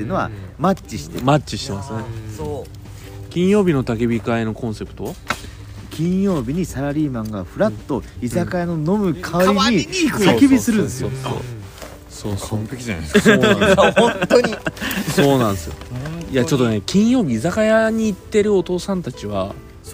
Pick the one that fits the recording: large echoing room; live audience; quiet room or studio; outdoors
outdoors